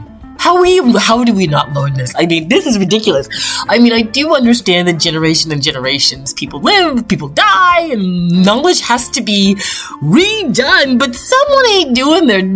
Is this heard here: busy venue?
no